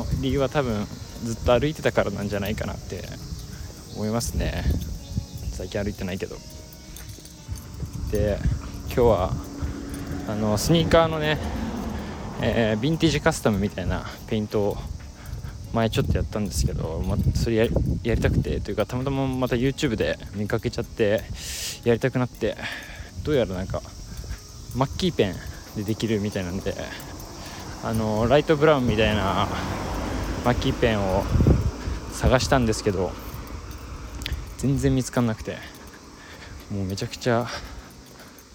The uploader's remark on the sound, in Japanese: 横須賀で散髪の日、炎天下を歩きながら。